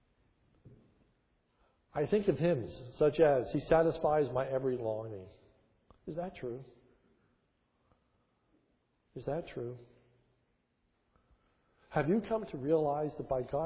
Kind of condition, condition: setting, large echoing room